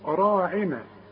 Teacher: هنقول لا تقولوا راعنا، بعد الراء في ألف اهي، ألف فوق الراء اهي، عشان مش تقول راعنا، لا راعنا، عشان تمدها ألف كاملة. راعنا مرققة ما عدا الراء، كل راء مفتوحة تفخم